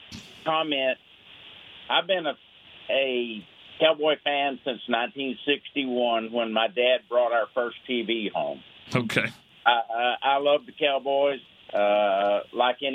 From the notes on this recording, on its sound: The fans called